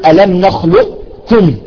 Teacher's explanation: صفة الاستعلاء في القاف بدون قلقلة، ألم نخلقكم، هنا ذهب إلى ذلك، لاحظتم؟